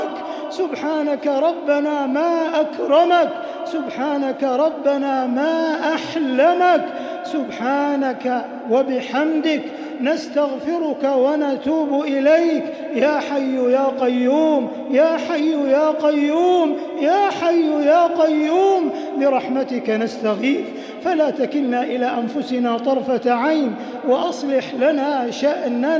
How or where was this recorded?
large echoing room